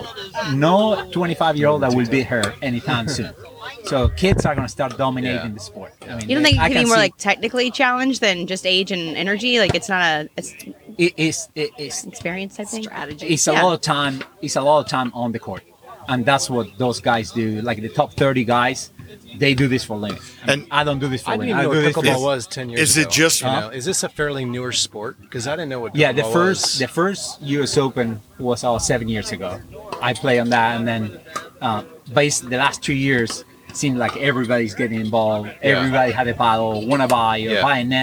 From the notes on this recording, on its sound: We are live at Eljer park. With live on air commentary.